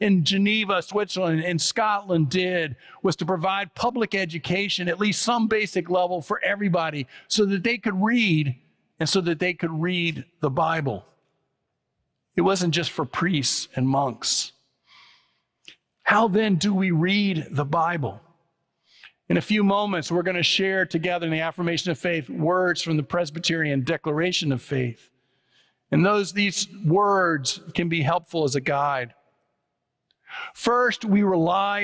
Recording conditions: large echoing room